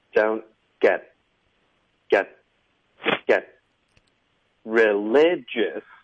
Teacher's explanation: 后面 get 特的音我们要省略，导致一个干脆停顿